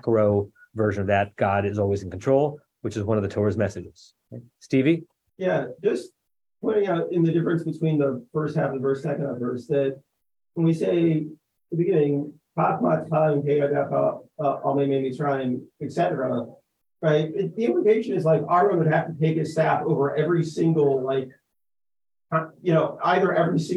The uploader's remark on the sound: At Temple Beth Am, Los Angeles.